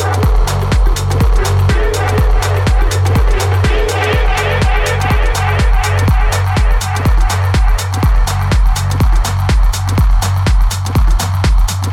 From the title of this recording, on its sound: Live from It'll Do Dallas